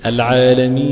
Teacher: عند النطق بالياء يكون اللسان مقدمته عند الأسنان السفلى وبيعلو عند منطقة وسط اللسان، لسانه بيرتفع شوية.